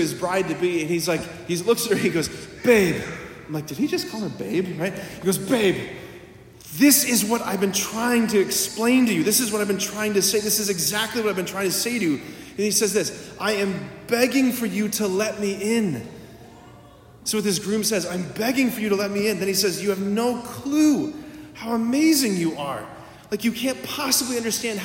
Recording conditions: large echoing room